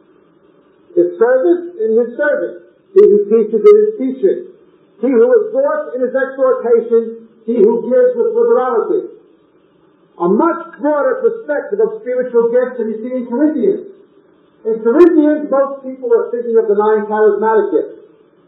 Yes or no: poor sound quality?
yes